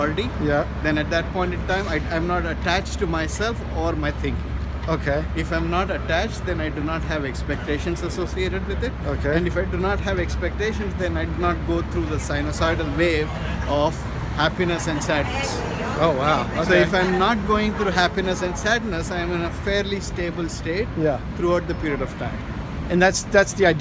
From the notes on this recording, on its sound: As we walk around the Walter E. Washington Convention Center during the Small Business Expo in Washington, District of Columbia today.